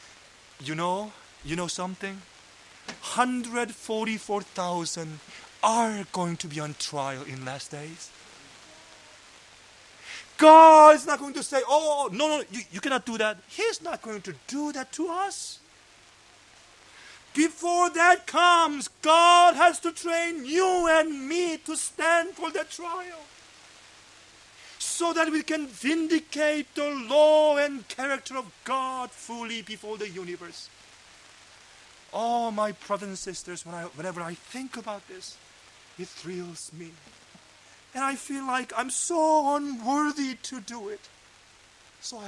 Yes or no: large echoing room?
yes